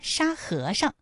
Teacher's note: 在这里面最后那个上它是读轻声 · 沙和尚这三个字，他们的声调分别是一声、二声和轻声。